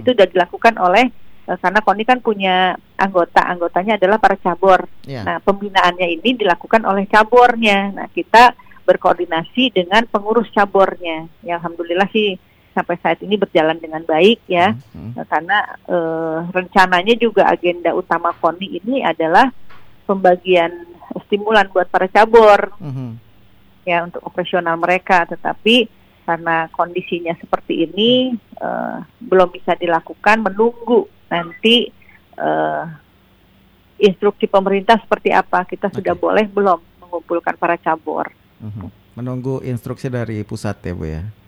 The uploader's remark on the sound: (by Phone)